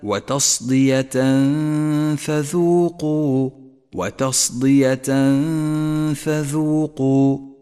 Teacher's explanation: نخفي التنوين بالفاء مع بقاء غنة للتنوين زمنها حركتان · Term: الإخفاء